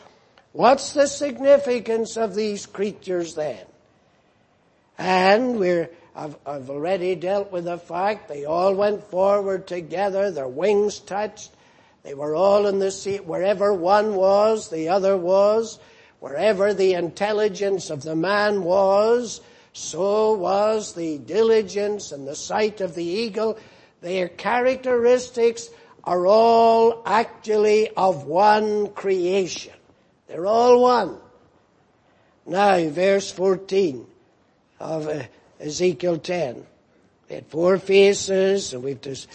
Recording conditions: large echoing room